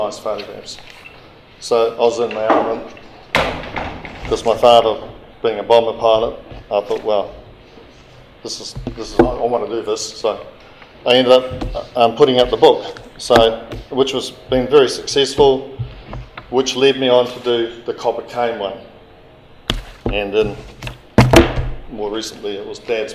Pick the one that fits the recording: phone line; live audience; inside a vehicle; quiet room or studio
live audience